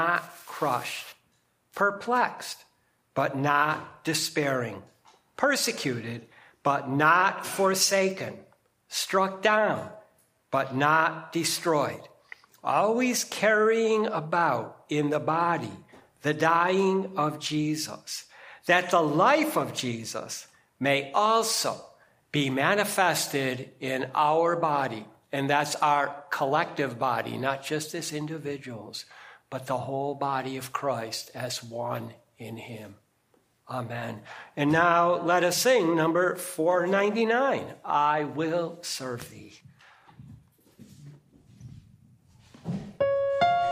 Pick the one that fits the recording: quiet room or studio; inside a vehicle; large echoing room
large echoing room